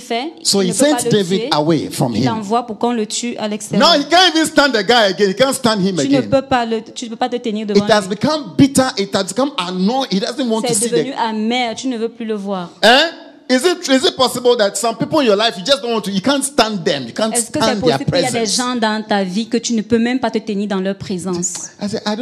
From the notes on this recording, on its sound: Preached during Joyful Hour Sunday Service